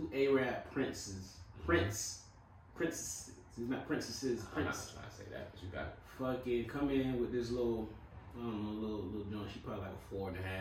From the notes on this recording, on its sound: Sorry for the audio difficulty this week